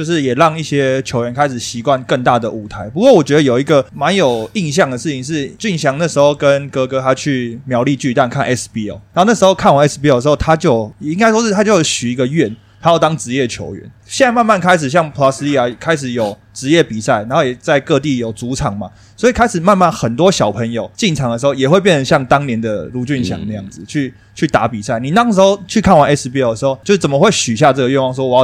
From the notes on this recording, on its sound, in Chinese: 這次我們特別選在「Coya Taipei」這間酒吧錄製。